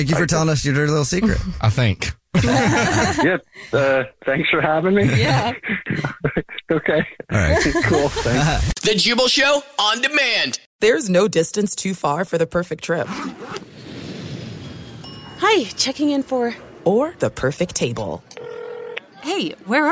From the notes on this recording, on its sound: There is a guy on the phone